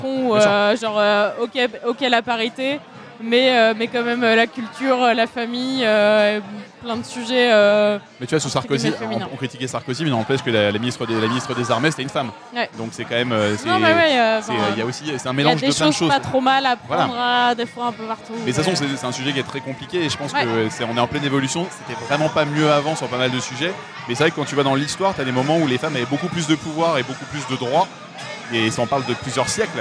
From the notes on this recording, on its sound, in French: Merci également au bar Dans la foulée (Paris 20) de nous avoir permis d'enregistrer chez eux ! Merci également au bar Dans la foulée (Paris 20) de nous avoir permis d'enregistrer chez eux !